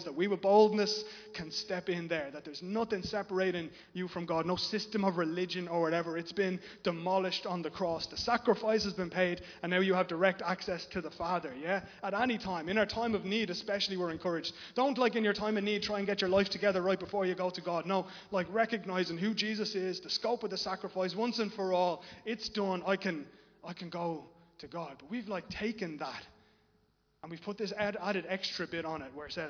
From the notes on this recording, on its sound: Recorded live in Liberty Church on 17 October 2021